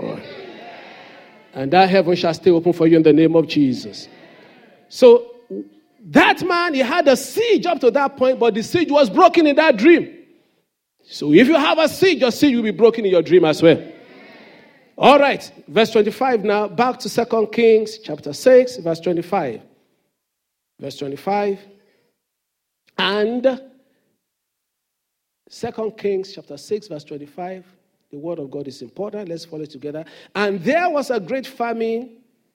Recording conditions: large echoing room